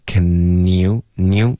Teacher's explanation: Can you 要连读，舌尖要顶着上颚，Can younew，不要发 Canyou。OK，对，常用错误都说过很多遍了啊，同学们要练习。Aishara。